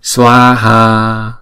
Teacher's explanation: Chữ xóa ha là mỗi âm là chúng ta đọc hai nhịp